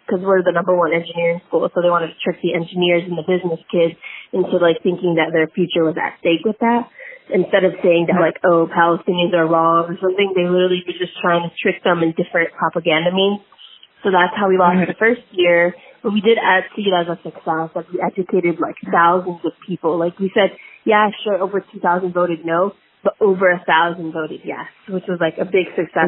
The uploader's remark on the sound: interviewed a close friend over the phone